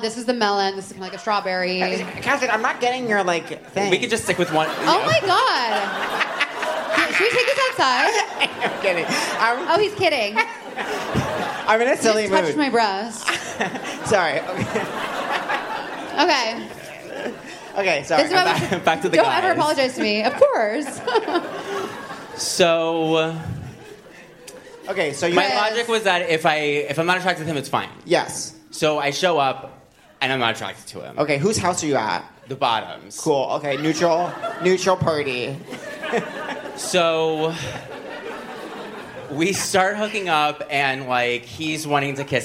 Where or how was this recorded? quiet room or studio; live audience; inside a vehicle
live audience